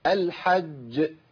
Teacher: انقطاع الصوت والنفس في حرف الجيم · Term: الوقف على الجيم